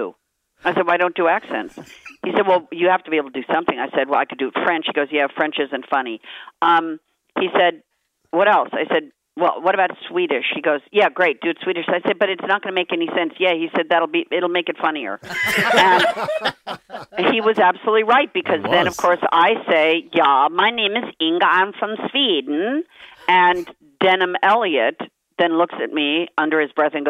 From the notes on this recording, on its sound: on the phone from Sydney